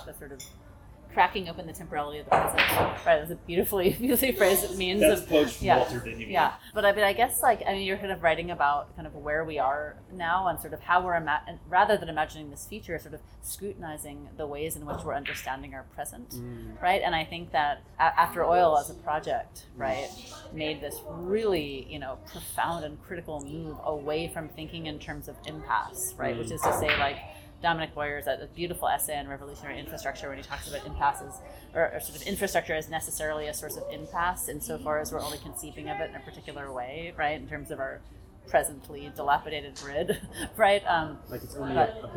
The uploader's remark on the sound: This conversation is a lively one, recorded at a fairly noisy bistro, with all the sounds of people playing pool and children’s shoes squeaking.